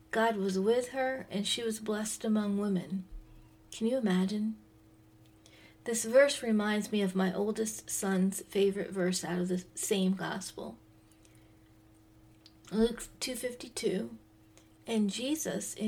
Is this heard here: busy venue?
no